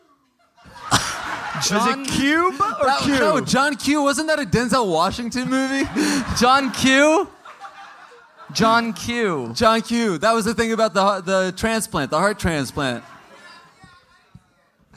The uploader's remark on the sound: Live in Austin